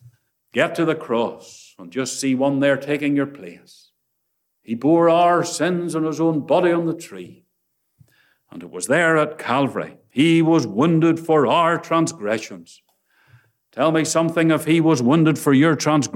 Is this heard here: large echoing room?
yes